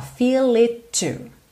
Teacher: Do it pro to, eu junto num T só.